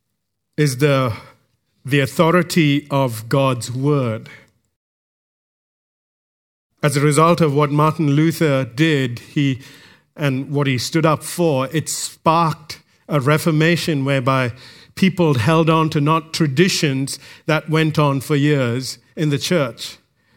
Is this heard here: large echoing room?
yes